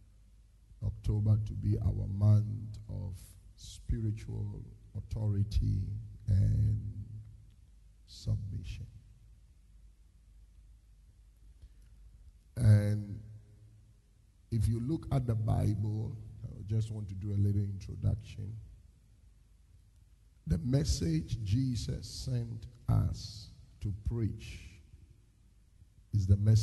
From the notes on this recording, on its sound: Preached at the Destiny Empowerment Chapel International